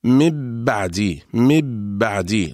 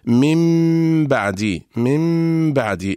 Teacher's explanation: وحكم الميم الساكنة أنها إذا جاء بعدها باء فحكمها الإخفاء، وذلك بأن نطبق الشفتين على ميم وعلى باء إطباقة واحدة من غير أن تتحول الميم إلى باء · Shown in: second take · فلو قلنا مبعدي مبعدي لكان هذا إدغاما، ولو قلنا من بعدي لكان هذا إظهارا، إنما نقول من بعدي انطبقت الشفتان على ميم وانفتحت على باء. · Term: الإخفاء الشفوي